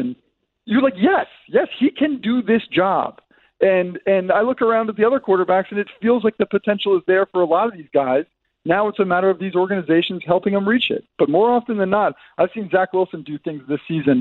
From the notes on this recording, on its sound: Plus, we open the phones.